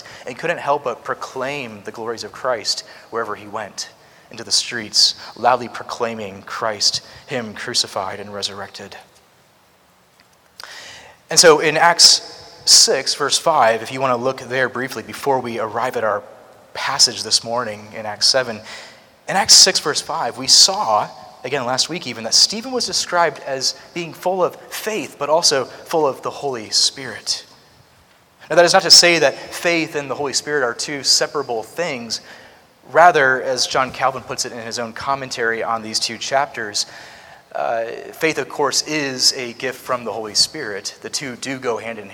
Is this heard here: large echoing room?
yes